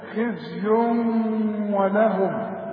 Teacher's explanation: واو من حروف الادغام وكأن الواو برضو مشددة. خزي ولهم، وما تنساش الغنة ولهم.